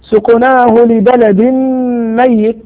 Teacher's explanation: الحكم إدغام بغنة لوقوع الميم بعد التنوين